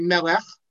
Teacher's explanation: We don't say melech, we say as I melech with the accent on the end.